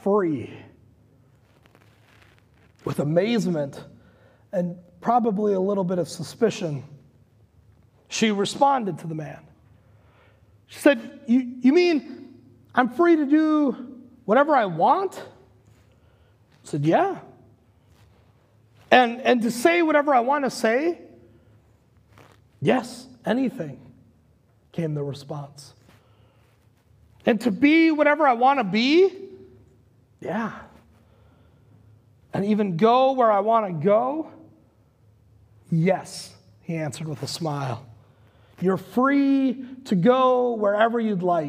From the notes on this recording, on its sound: Recorded live at Word of Life Church in Le Sueur, Minnesota on July 4th, 2021.